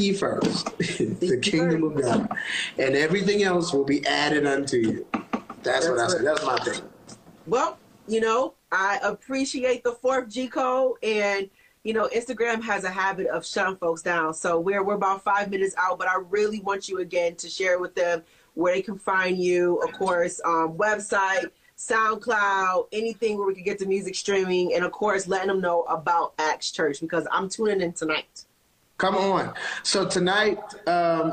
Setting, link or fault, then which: link, video call